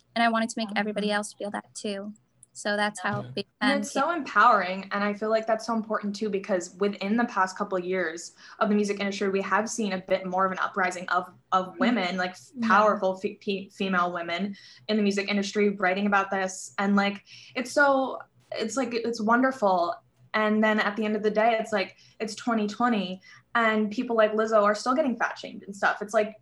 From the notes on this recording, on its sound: Stops by our zoom studio. Keep listening to hear an exclusive acoustic performance.